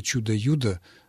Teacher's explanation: Ну а что касается «чудо-юдо», то прежде всего возможно предположение, что здесь такая вот очень характерная для такой игровой формы языка редупликация, то есть удвоение с заменой только одного согласного. Слово повторяется дважды, но только первый согласный заменяется другим, «ч» в данном случае заменяется на «йод» и получается «юдо».